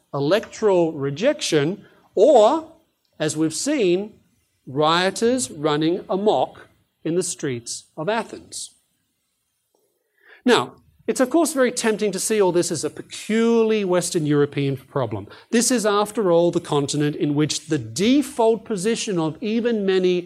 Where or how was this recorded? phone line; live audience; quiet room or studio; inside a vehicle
live audience